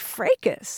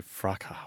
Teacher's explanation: the British pronunciation where the S is silent · Shown in: second take · Term: silent S